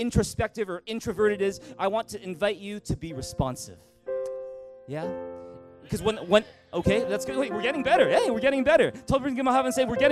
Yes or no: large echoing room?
yes